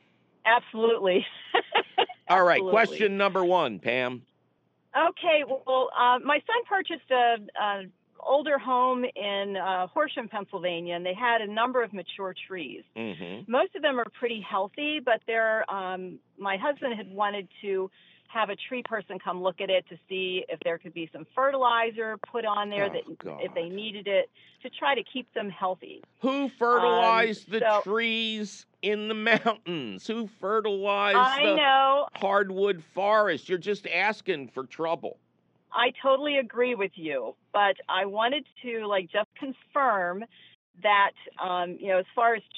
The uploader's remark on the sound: your misinforming phone calls